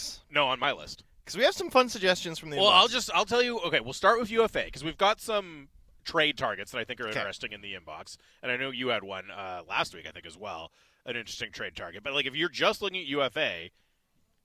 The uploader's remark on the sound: broadcast live from the Canucks Alumni Classic at Northview Golf & Country Club